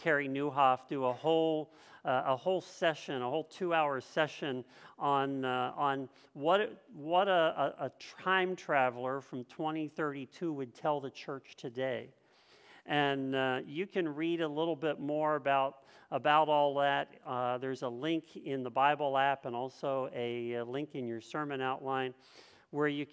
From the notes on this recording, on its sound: This message was first preached on 9/25/2022 at Linglestown Life